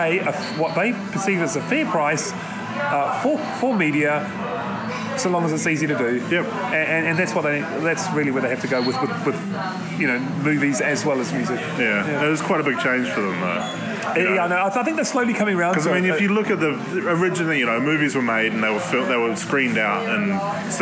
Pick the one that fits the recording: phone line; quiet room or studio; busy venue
busy venue